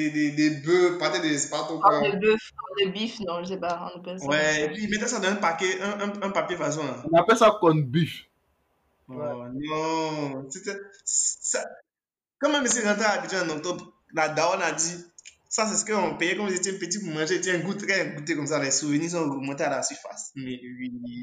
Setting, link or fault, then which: fault, poor sound quality